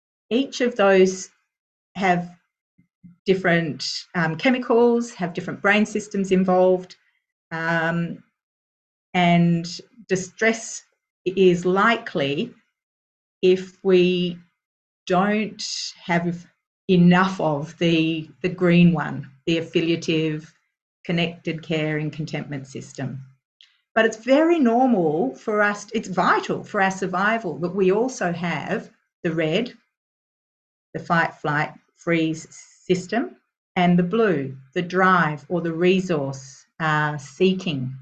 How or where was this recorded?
video call